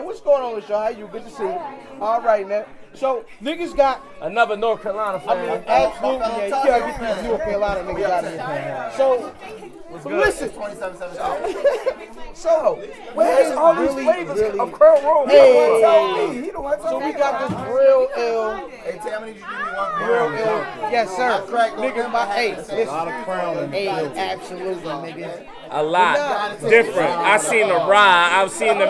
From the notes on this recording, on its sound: a live party podcast, a bit of an experiment